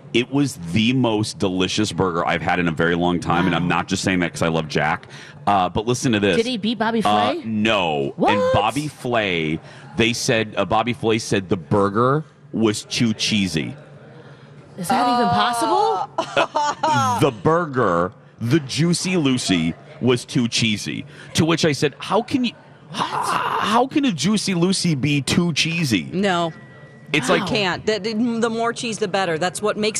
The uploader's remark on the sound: broadcast live from the AC Hotel for the Superbowl